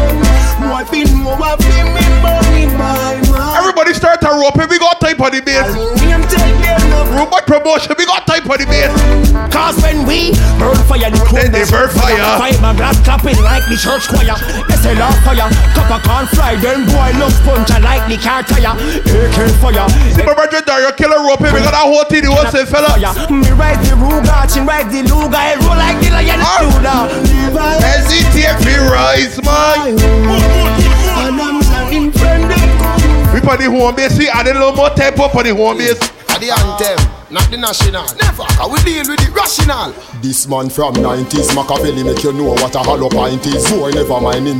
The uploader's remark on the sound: LIVE AUDIO FROM PUN DE BASE - M&N BAR - RUDE BOY PROMO SOUTH DISTRICT BARBADOS.